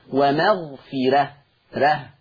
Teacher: مكسور، الحرف اللي قبلها مكسور، واحنا اتفقنا ان ورش هيرقق الراء المفتوحة والمسبوقة بكسر اصلي · Term: ترقيق الراء